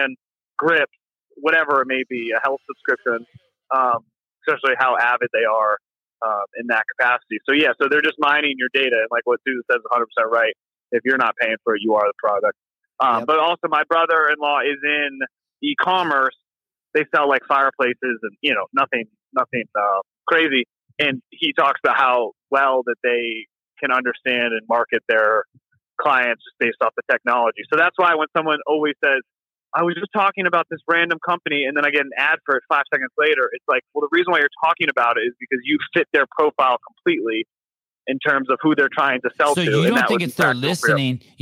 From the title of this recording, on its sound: Live Call In Show